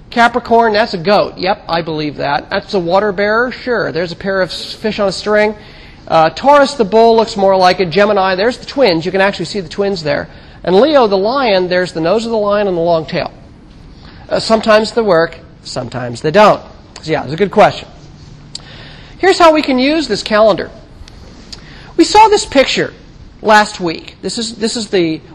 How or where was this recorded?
large echoing room